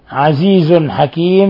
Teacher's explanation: تنوين ضم جاء بعده الحاء إظهار حلقي